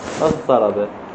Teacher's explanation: قلب التاء إلى طاء